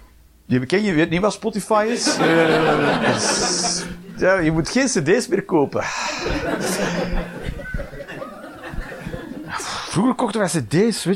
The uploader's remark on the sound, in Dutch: Live 17 Mei 2023, The Joker, Antwerpen